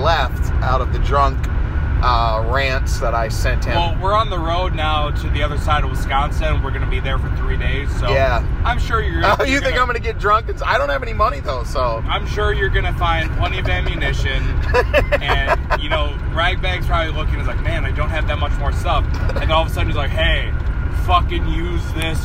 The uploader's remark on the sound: Talking video games in a car driving to a wrestling show.